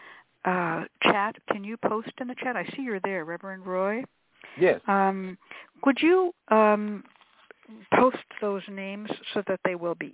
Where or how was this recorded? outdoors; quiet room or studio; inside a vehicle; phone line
phone line